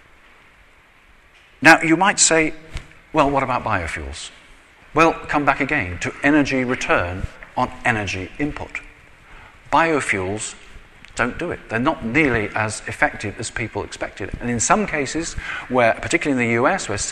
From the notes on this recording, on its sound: I recently delivered this speech to the Association of Manufacturers of Power Generation Systems at their annual conference at the Institute of Civil Engineers in London. I recently delivered this speech to the Association of Manufacturers of Power Generation Systems at their annual conference at the Institute of Civil Engineers in London.